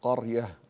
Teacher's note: هذه الراء ساكنة قبلها مفتوح وبعدها ياء مفتوح وعليه، فتكون الراء مفخمة قولا واحدا